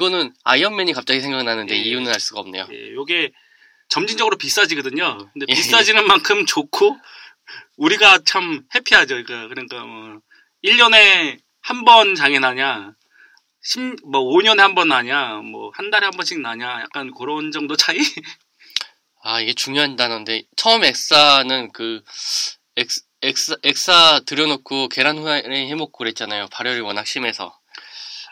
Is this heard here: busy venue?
no